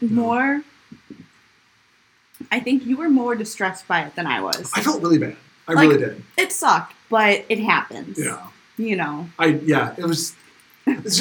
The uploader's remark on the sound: The auido quality wasn't all that great with this one. Who just happened to be at his house while we recorded there.